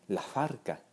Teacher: Si ponen atención, esto se convierte, la S aspirada más la B de barca se convierte en un solo sonido, que es una especie de F bilabial, es decir, una F pronunciada con los dos labios